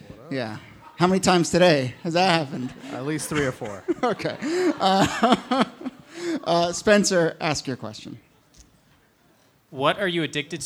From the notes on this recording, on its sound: here's a bonus full episode from one of our recent favorite live shows